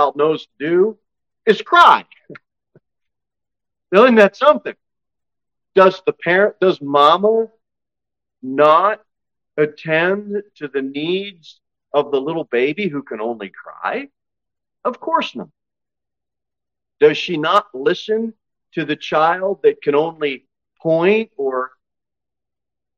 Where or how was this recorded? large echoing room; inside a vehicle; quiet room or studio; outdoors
large echoing room